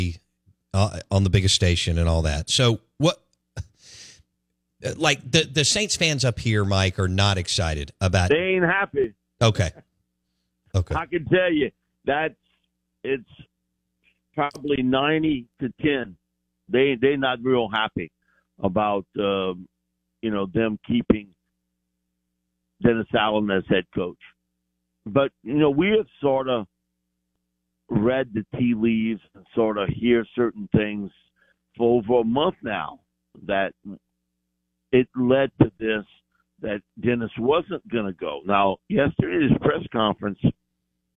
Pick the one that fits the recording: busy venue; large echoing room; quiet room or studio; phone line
phone line